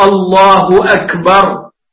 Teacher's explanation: وعلى العربي أن يقولها صحيحة الله أكبر بالكاف وليست بالجيم المصرية